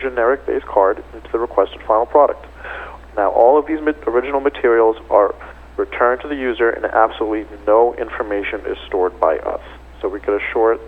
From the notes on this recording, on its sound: called in to SmallCapVoice